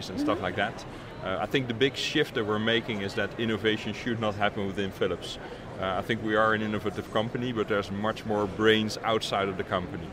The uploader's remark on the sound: LIVE From #HiMSS17